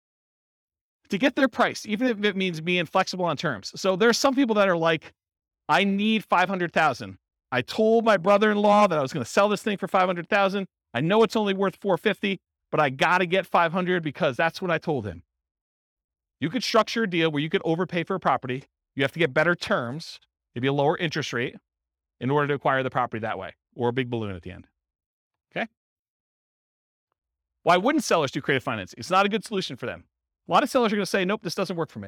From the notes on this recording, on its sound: This was a live class recorded.